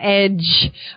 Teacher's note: I can really feel my voice moving with the j sound.